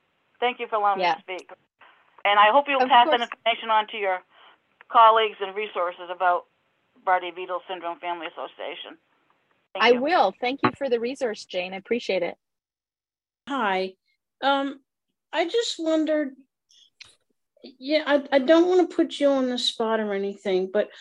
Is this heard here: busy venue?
no